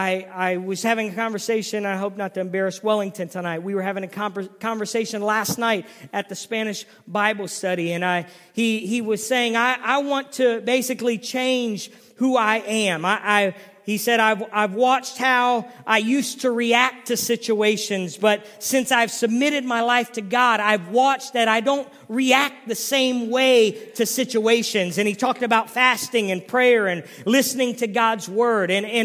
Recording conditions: large echoing room